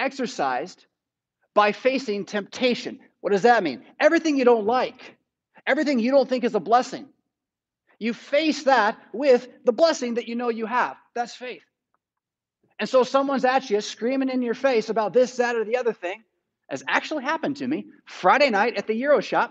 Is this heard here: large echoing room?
yes